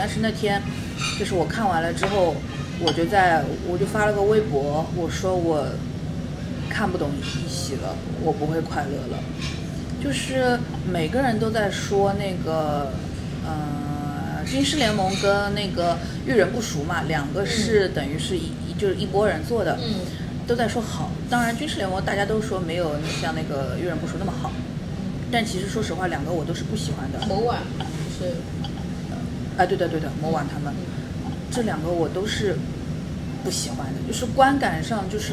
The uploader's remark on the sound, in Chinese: 本次录制花费：洋风炭火屋 398元，整2期！